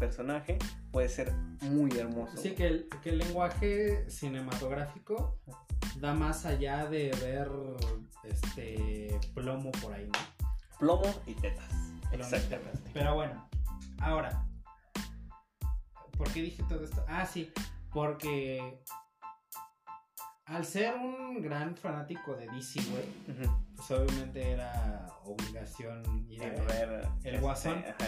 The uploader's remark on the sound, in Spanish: Aun estamos probando audios y perfeccionando micrófonos, perdón por la calidad :(